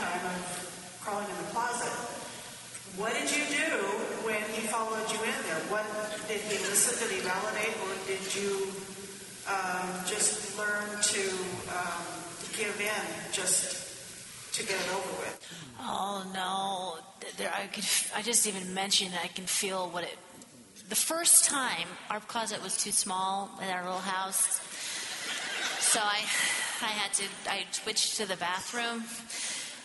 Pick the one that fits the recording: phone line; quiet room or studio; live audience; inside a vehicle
live audience